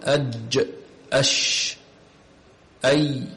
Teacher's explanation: وتلقب هذه الحروف بالأحرف الشجرية، وشجر اللسان هو وسط اللسان، فتقول أج أش أي لإيلاف قريش، خرج الحرف الياء من وسط اللسان.